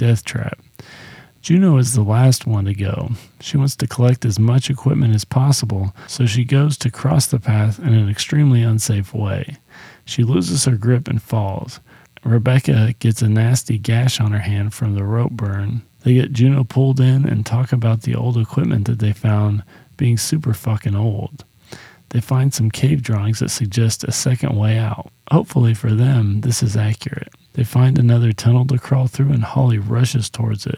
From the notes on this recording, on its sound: Sorry about the mic buzzing. I didn't really notice it until I was deep into the editing process.